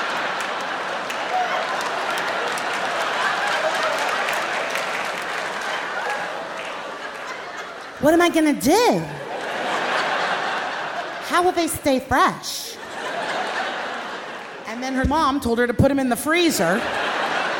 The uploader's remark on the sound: at the Brooklyn Academy of Music